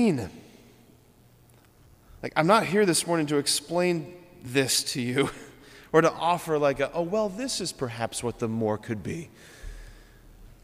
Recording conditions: large echoing room